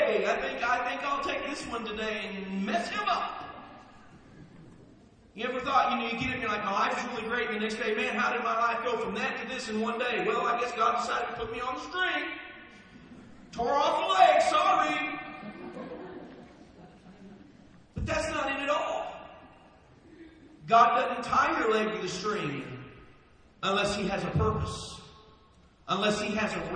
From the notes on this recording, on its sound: Please forgive the poor audio quality of this recording.